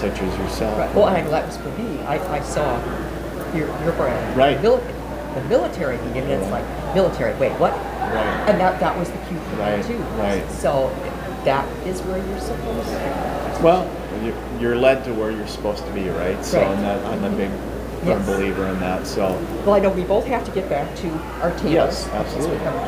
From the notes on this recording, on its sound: Recorded at MI Paracon 2023